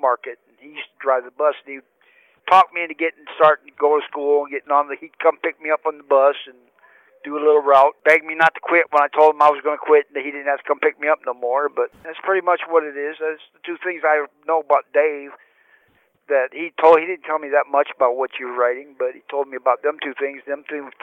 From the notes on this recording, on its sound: Telephone interview. From federal prison.